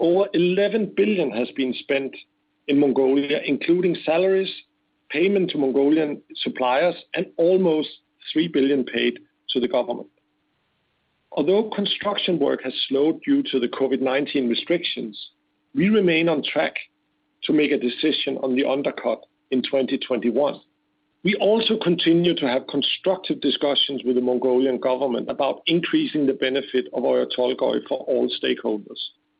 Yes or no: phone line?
yes